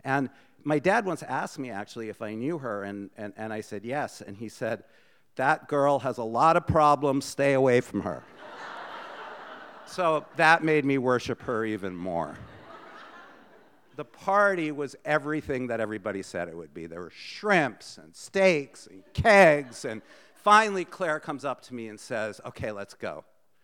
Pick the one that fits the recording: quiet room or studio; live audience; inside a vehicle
live audience